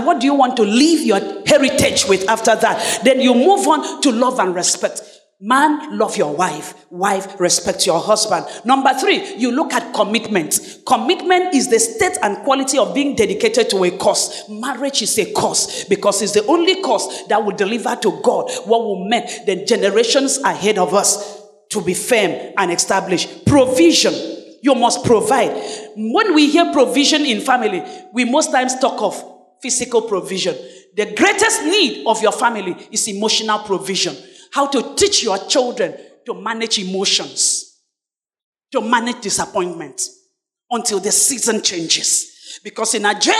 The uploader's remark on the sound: Sermon preached at CBC Shiashie Campus